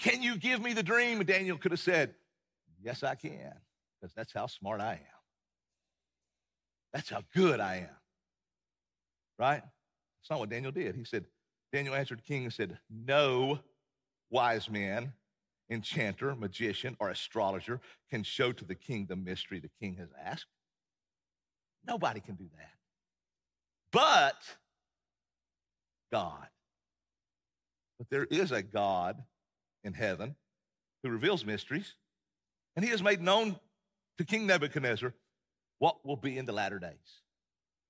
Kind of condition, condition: setting, large echoing room